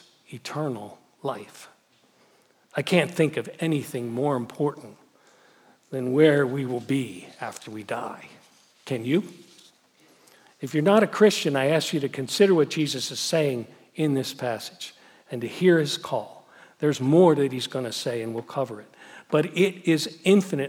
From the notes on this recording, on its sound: Message Preached at Valley Creek Church